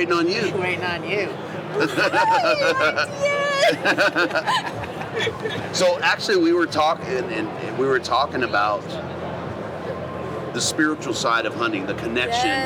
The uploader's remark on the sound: Continuing with the live recordings from Western Hunting and Conservation Expo in Salt Lake from the Initial Ascent booth!